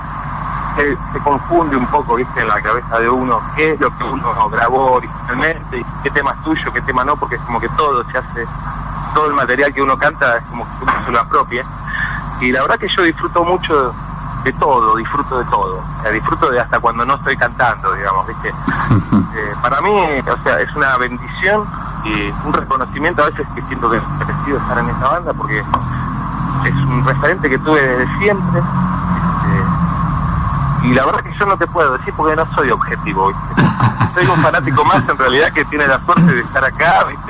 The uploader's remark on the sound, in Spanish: Nota telefónica